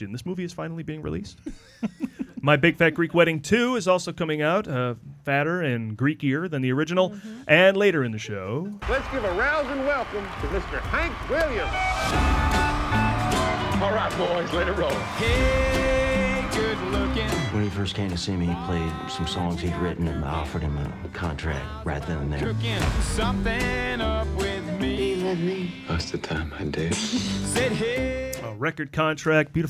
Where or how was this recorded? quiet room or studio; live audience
live audience